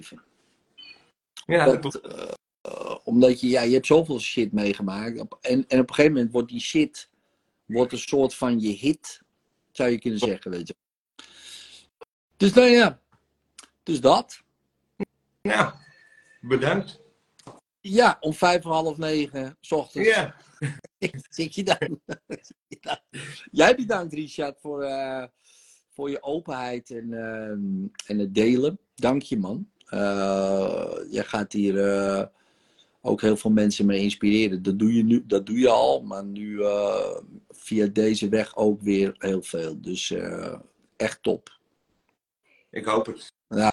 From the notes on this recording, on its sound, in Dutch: de sessie die ik live doe op Instagram